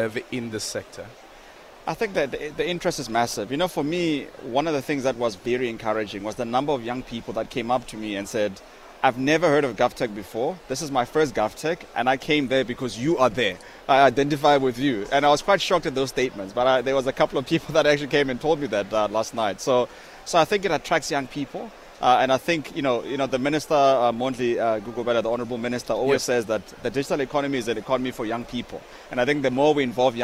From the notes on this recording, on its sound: We are coming to you live from the Durban International Convention Centre where the State Information Technology Agency is hosting GovTech 2023.